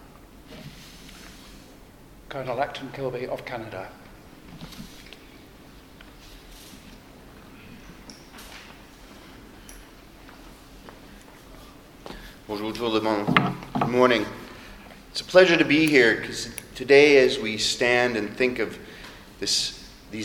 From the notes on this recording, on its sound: In this episode we hear the recording of the New Zealand Bomber Command Commemorative Service held in the Hall of Memories of the Auckland War Memorial Museum.